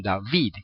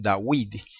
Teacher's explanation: En el Yemen, los judíos yemenitas, siempre pronuncian la wau como U · Shown in: second take · ¿verdad? Por eso en Israel, por ejemplo, usted oye el nombre de David y todos dicen David.